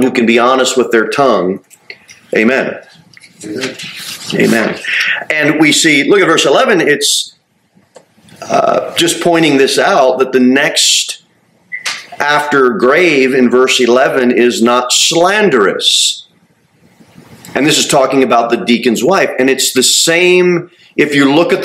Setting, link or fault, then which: setting, large echoing room